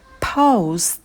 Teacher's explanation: А в конце звук «т» у нас без придыхания, потому что он идет после «с».